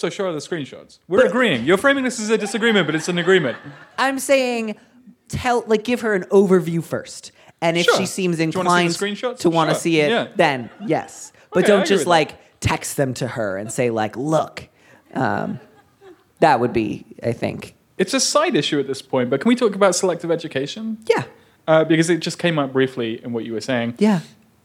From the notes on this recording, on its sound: This week finds Dear Prudence live on stage at The Museum of Pop Culture in Seattle, Washington. As well as questions from the audience!